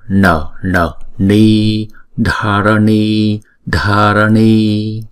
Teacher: Chữ N có dấu nặng ở dưới, chúng ta phải cong lưỡi lại và búng ra